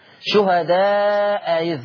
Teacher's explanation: وكانت الأولانية مفتوحة الثانية تتسهل على طول